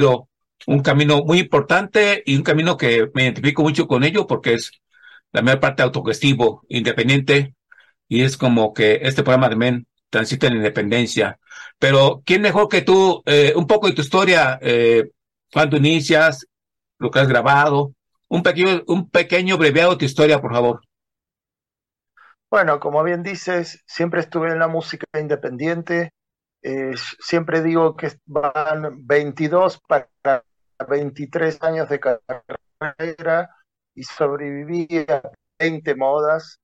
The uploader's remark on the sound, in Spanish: Charlamos via zoom